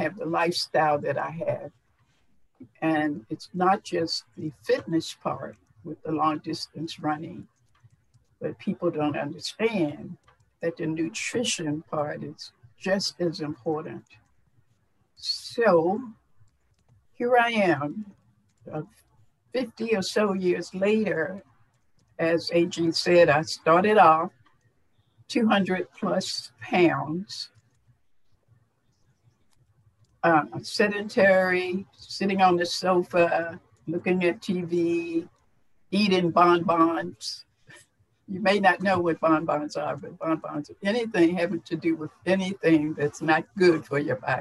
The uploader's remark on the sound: FIRST time doing a Zoom interview!